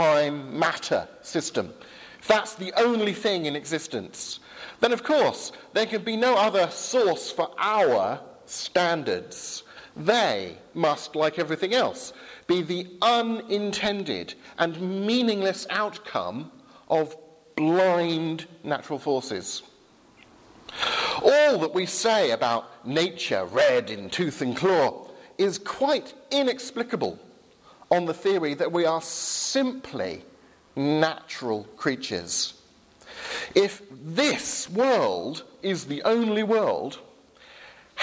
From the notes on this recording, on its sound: Sermon from Highfield Church Southampton, 11 am service, 1st October 2017.